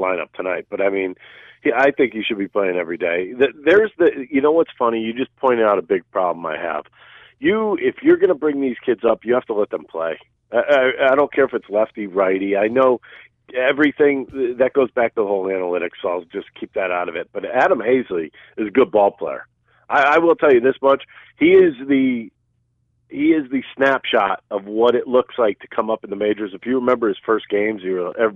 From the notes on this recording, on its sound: BlueCoats team president called